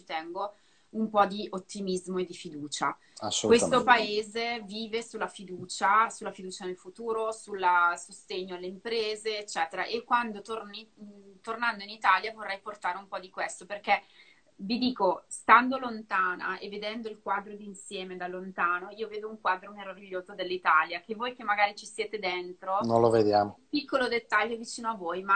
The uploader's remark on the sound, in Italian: questa intervista che ho registrato da una live di Instagram